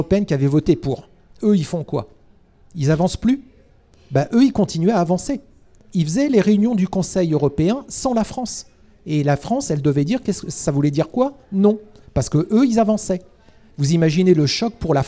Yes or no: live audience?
yes